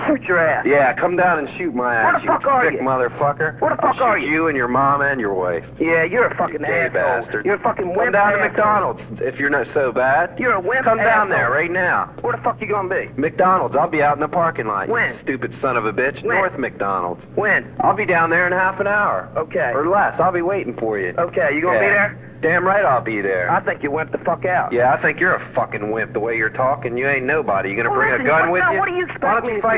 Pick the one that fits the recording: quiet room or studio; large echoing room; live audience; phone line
phone line